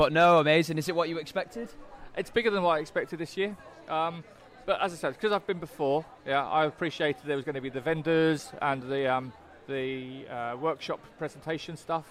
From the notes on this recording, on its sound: live from the optimise stall at Project Controls Expo UK